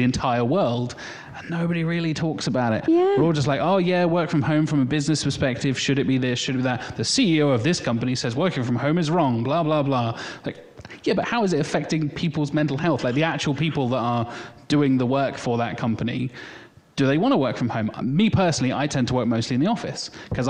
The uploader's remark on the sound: Live recorded during brightonSEO. To do a live podcast the night before brightonSEO. Instead of recording in our bedrooms*, we recorded a podcast in front of a live audience. The audience was part of the show, as they asked questions and shared their own experiences and tips.